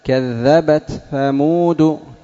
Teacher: لكن الذي لم يدغم يحتاج أن يبين الهمس. كذبت ثمود يبين الهمس من دون قلقلة للتاء ومن دون تضييع للهمس. فإذا قال كذبت ثمود ما همس ولا أتى بالتاء لم يكن ممن أدغم ولا ممن فصل.